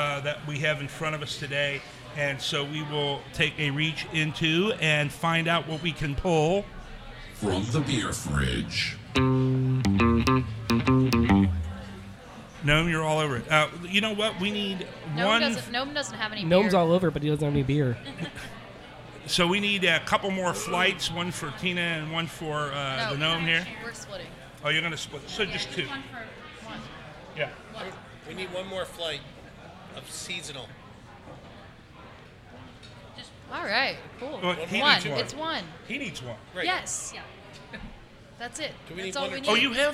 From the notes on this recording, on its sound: Live At The Moerlein Lager House. From the beautiful Moerlein Lager House in Smale Riverfront Park in Downtown Cincinnati, it’s a very special Live edition of Cincy Brewcast.